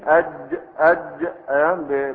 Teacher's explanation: أما الجيم أج من غير همس ولا ولا رخاء، حرف شديد، حرف شديد مجهور، حرف شديد مجهور، ليس مهموسا ولا رخوا